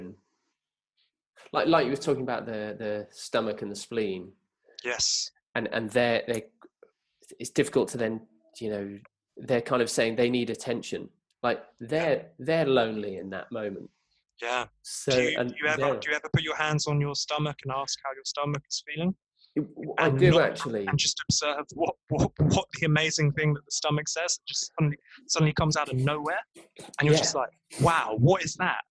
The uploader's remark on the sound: the sound is a little whack but that is the wonder of zoom, headsets and transcontinental Wi-Fi connections.